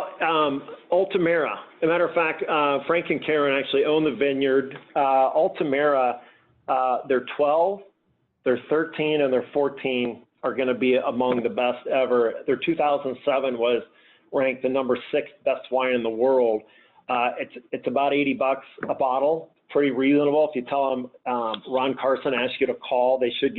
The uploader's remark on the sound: This conversation was originally a LIVE Q & A call